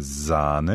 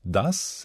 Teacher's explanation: das S in Sahne ist stimmhaft